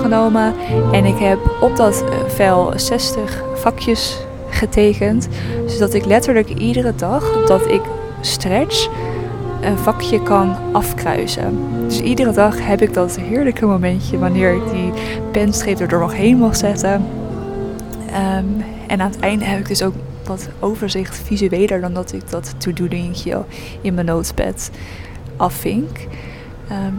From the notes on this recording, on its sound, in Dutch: Woordenstroom vanuit de jazzbar. Een spontane en ietwat chaotische woordenstroom. Live vanuit een jazzbar in Jakarta.